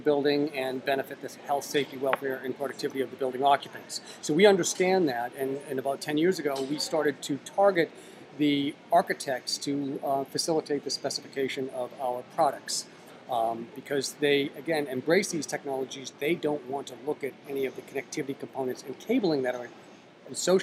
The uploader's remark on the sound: Our last WAVEcast live from the show floor of InfoComm 2013.